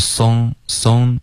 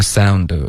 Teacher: 你发成 song,应该是 ow, OK,这个双元音要多练习